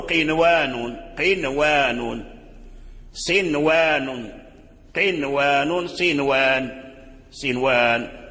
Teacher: وتظهر النون لواو أو ياء في نحو قنوان ونحو الدنيا · Term: الإظهار